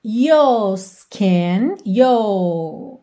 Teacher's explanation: alongando a vogal sem enrolar a língua no R por conta do sotaque.